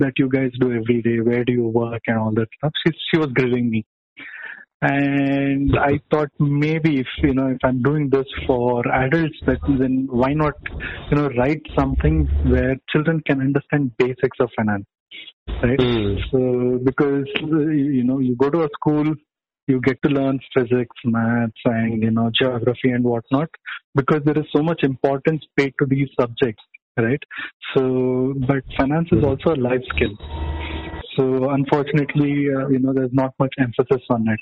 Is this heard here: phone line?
yes